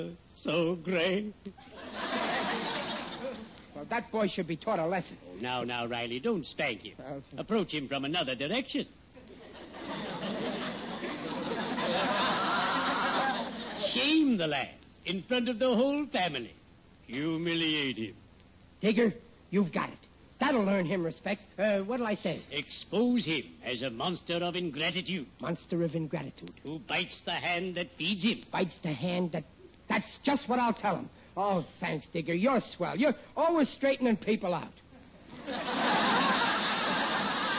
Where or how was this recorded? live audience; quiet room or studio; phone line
live audience